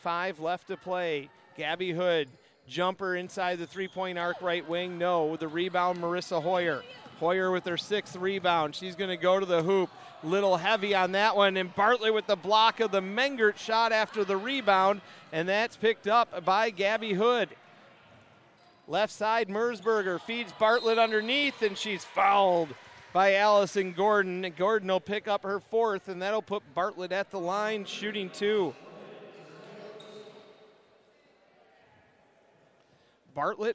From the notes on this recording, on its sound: Full game audio. At the Reiman Gymnasium in Milwaukee, Wisconsin.